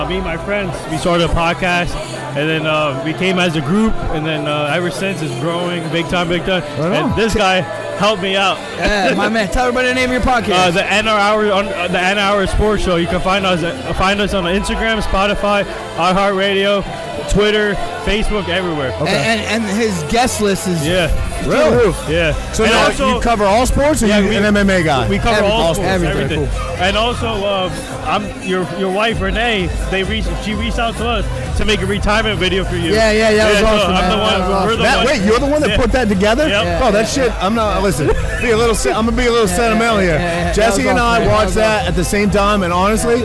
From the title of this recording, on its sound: Live From Pilsner Haus Biergarten